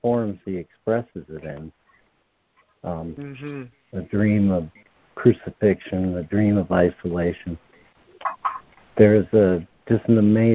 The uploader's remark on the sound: ACIM Daily Conference Call